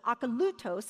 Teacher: Akalutos is the way you'd say it. Akalutos is going to have the accent on the third syllable.